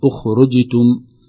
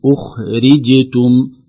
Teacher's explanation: الراء المكسورة بين السكونين لو لم ننتبه لها لم تحقق الكسرة · Shown in: second take · فصبح تصبح أخرجتم، لكن أخرجتم وكذلك بعدها جيم مقلقلة شديدة.